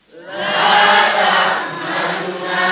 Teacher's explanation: Jadi nunnya dibaca sepertiga, tidak terlalu keras, tidak terlalu nampak. Jadi nampaknya hanya sepertiga. · Term: rum